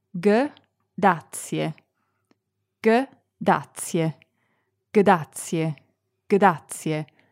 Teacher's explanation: as you say this faster and faster, the D becomes more like the Italian R. Start slowly.